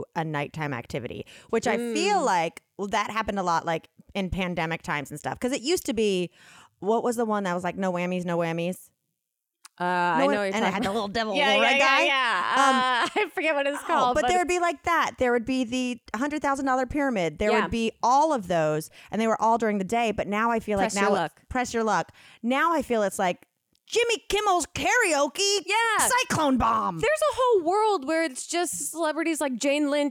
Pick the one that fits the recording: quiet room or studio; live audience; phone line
quiet room or studio